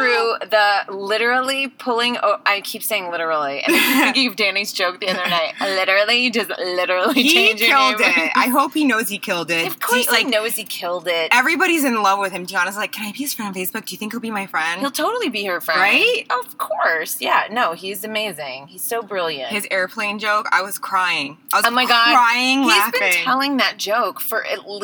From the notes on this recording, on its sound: She had to be in the car for the New York City street sweepers!